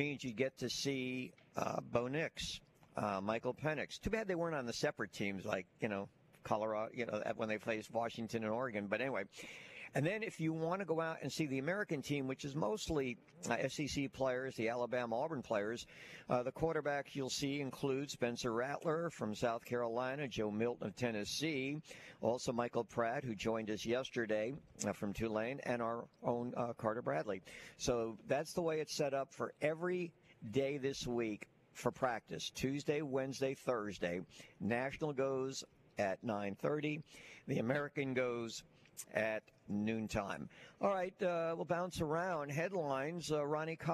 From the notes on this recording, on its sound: LIVE from day two of The Senior Bowl!